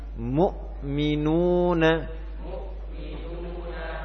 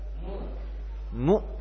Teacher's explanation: ketika mu, bibirnya ke depan. Ketika hamzah sukun, posisi bibir sudah kembali pada posisi semula